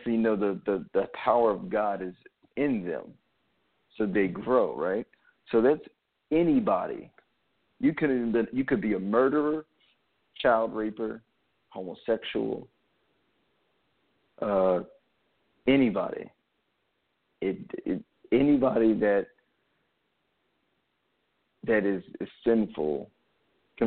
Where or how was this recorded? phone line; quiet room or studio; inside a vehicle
phone line